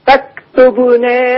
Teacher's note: فاكتبنا مع الباء مقلقلة